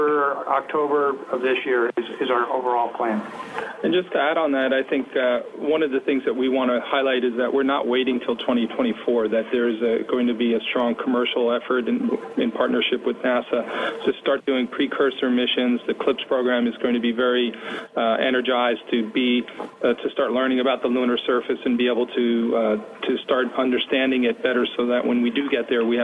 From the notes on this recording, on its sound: NASA contacted the media on short notice late in the afternoon saying a teleconference was being scheduled for the early evening